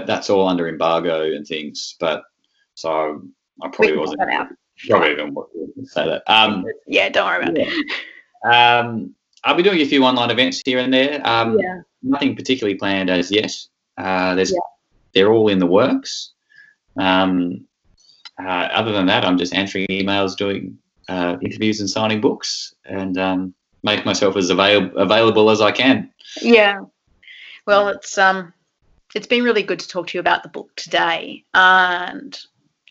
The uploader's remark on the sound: This conversation was recorded online over Skype during the Covid-19 crisis.